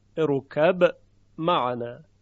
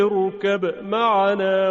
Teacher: لاجرم باید قلقله حرف با رو به وضوح بیاورید